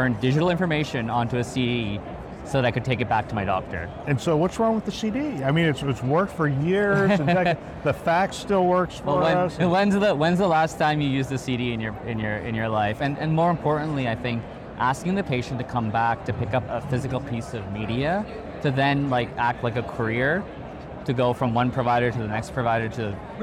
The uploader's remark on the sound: it’s an Interview in Action live from HIMSS 2023